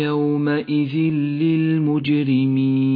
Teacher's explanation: التنوين وبعده حرف اللام إدغام بلا غنة. أما التنوين فإنه لا يلفظ ولذلك لون بالرمادي وأما اللام التي بعده فتشدد.